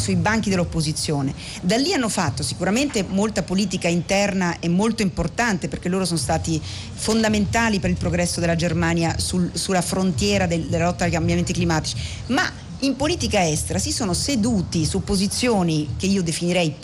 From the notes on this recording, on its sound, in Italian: diretta dal Festival dell&#39;Economia di Trento